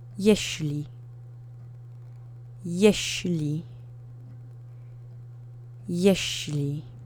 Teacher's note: There's no special phoneme in here, and the accent is on the first syllable.